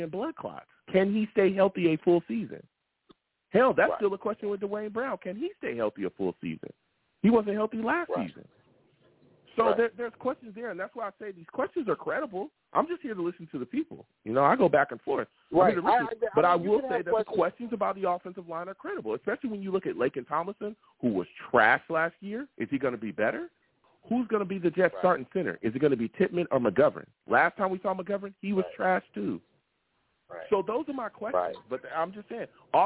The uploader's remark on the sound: I take live callers!